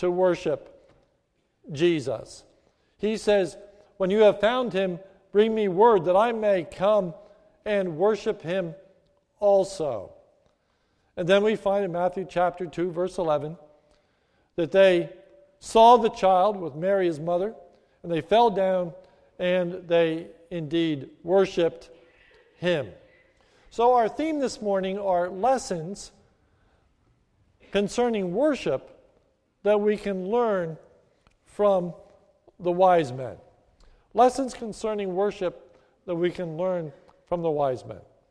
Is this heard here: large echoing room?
yes